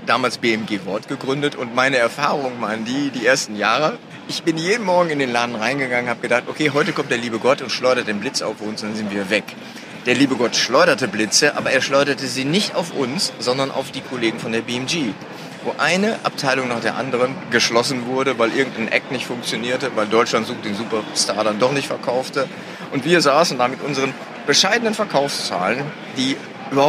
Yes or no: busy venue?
yes